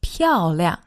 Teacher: that's a fourth tone and a neutral tone